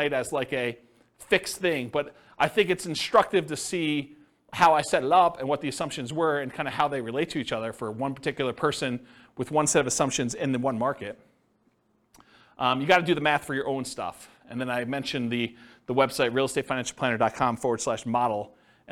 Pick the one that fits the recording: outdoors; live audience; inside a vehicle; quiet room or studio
live audience